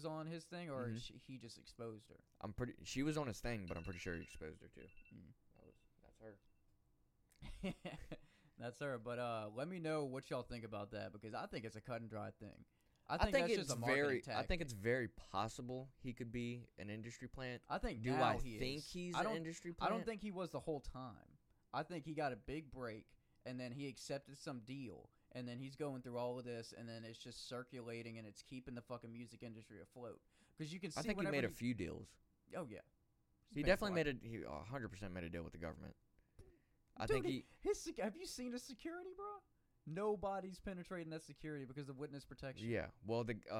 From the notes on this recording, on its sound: sorry about the audio its really low